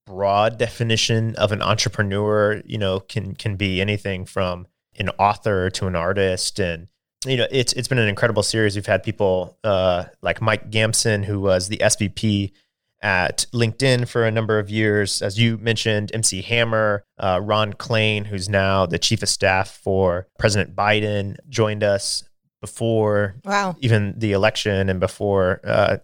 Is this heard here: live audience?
no